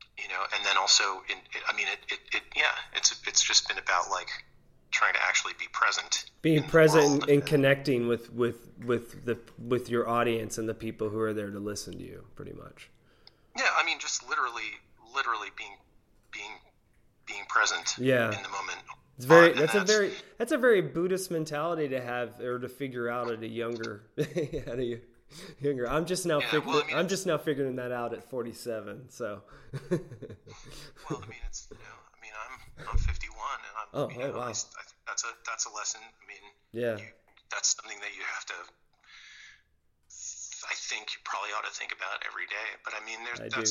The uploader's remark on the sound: We spend an hour on the phone